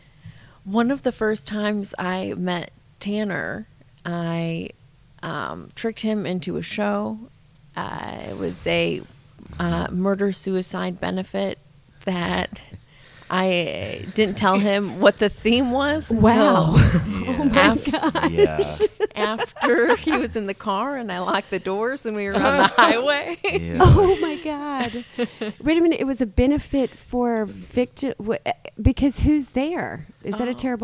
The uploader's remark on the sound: Live from Verts in Traverse City. During the Traverse City Comedy Festival. Verts Neighborhood Dispensary.